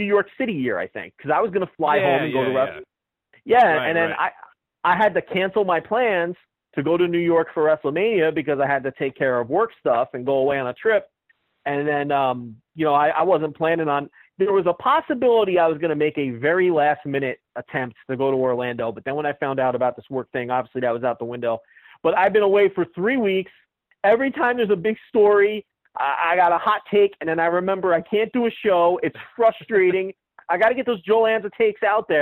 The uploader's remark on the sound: via phone